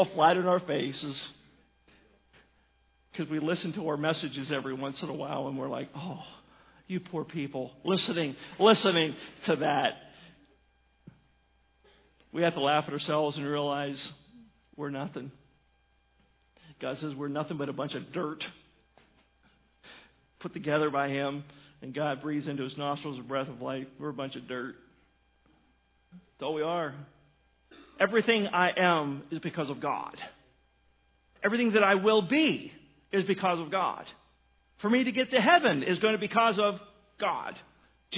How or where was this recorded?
large echoing room